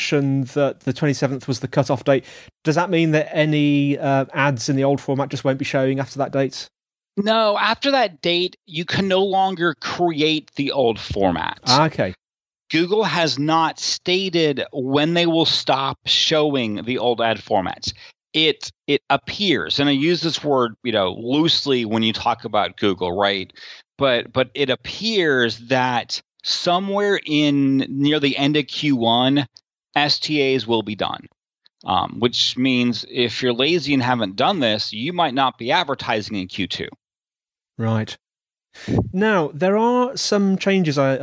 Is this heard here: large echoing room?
no